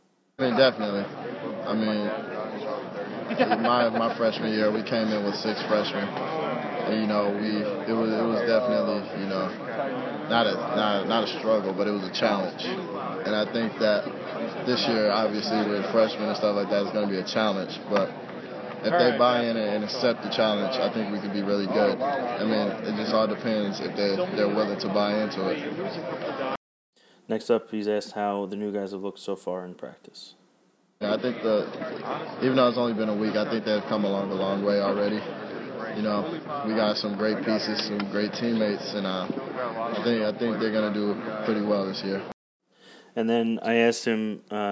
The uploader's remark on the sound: from this year's Big East media day at Madison Square Garden